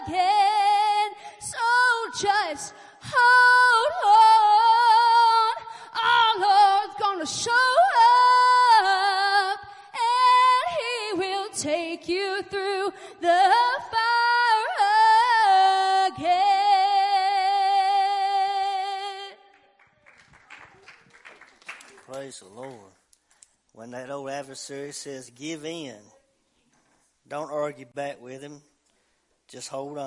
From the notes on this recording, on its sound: WELCOME TO OUR LIVE SERVICE - 11/22/2023 - Audio. Family Worship Center in Athens Tennessee. To stream our music live over the internet.